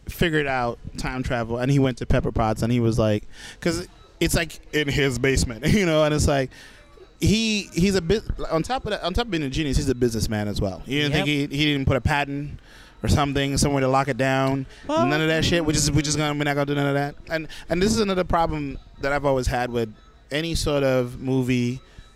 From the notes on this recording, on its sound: We recorded this right after seen the movie at 1 am ending around 4 am in a 24 hour McDonalds in Brooklyn which may hear some featured locals chime in from time to time